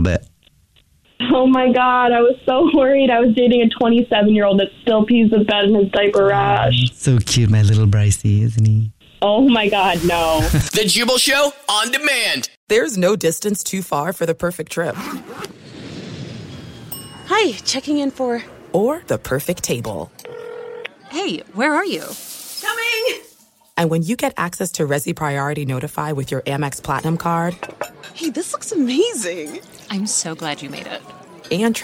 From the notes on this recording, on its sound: phone prank style